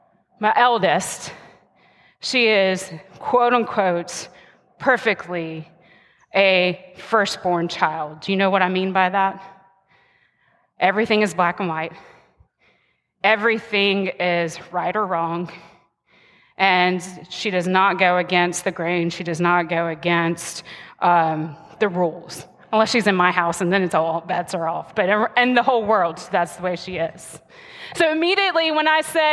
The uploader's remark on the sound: the message recorded live at Covenant